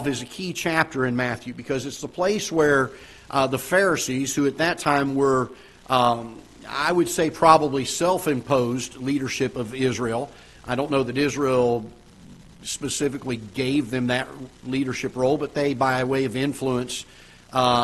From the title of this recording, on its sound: Ketha Heights Baptist Church ~ Live Broadcast